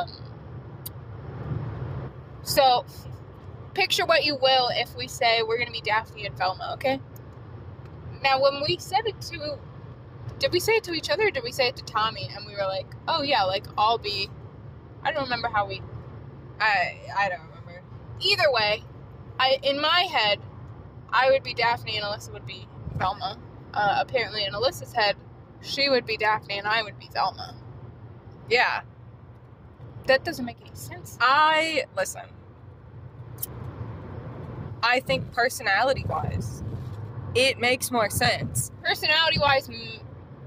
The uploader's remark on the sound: Carcast